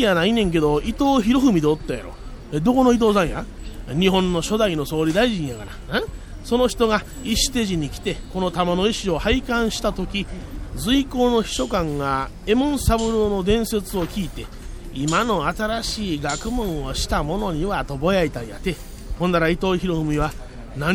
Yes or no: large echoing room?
no